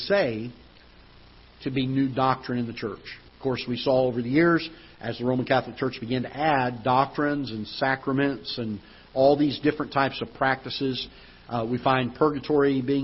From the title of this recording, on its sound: Ketha Heights Baptist Church ~ Live Broadcast